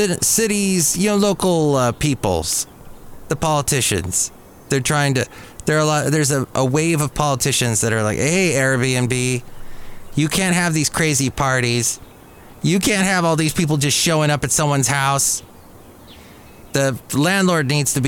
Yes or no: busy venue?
yes